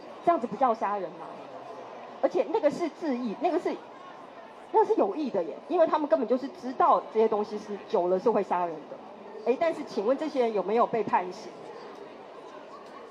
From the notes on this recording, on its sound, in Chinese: 錄製地點：2024台北國際書展讀字公民攤位讀字沙龍